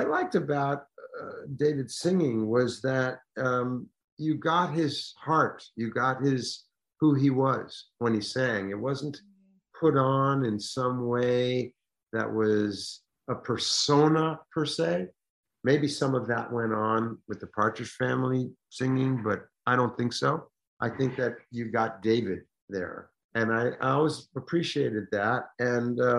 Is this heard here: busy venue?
no